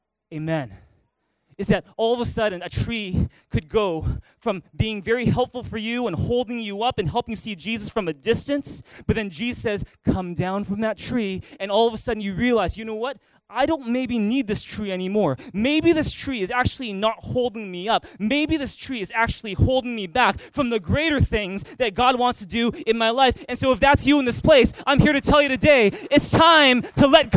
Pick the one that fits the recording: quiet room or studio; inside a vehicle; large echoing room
large echoing room